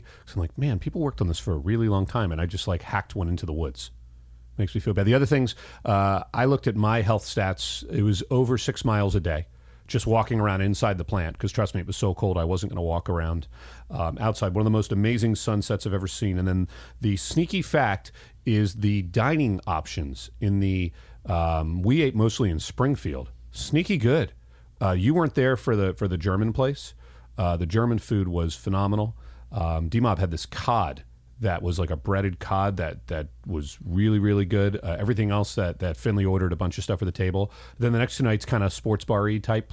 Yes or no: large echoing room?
no